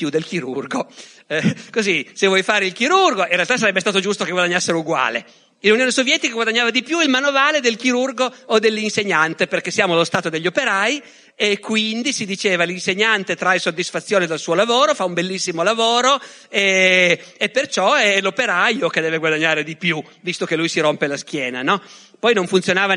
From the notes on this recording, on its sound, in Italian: Da LOGOS, il festival del CSOA eXSnia di Roma